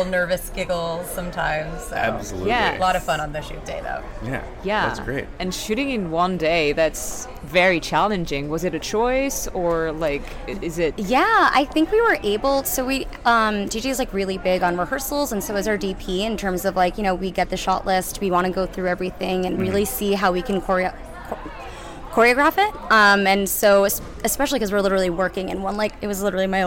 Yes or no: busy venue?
yes